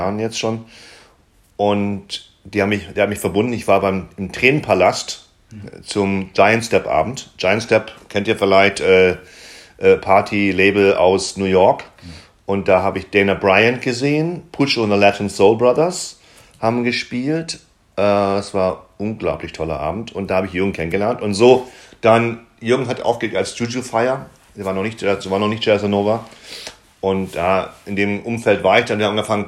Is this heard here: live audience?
no